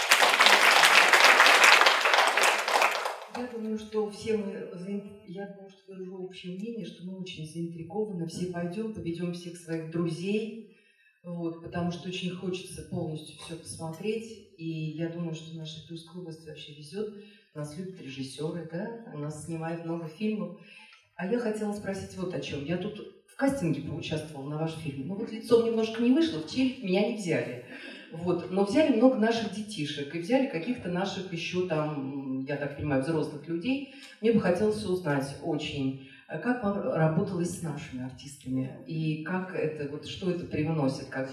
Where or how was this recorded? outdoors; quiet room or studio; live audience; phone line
live audience